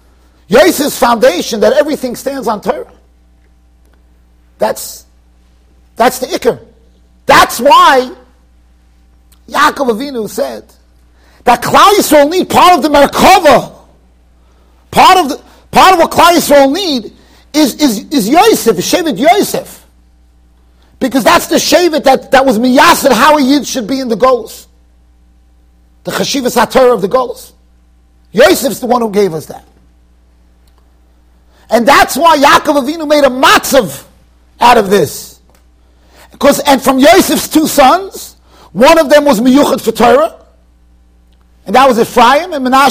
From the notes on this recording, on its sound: Shiur recorded in Yeshivas Ohr Reuven, Monsey NY.